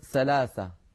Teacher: الثاء حرف عربي نطقه كما ذكرت الآن وكما ننطقه أثناء التلاوة. بعض العاميات العربية تحرفه إلى حرف السين، فيقولون بدل ثلاثة يقولون سلاسة